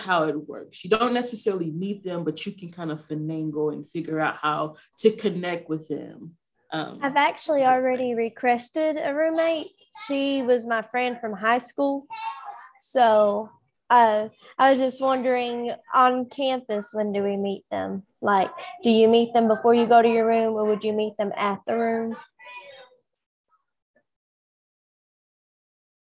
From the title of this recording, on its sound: Zoom Info Session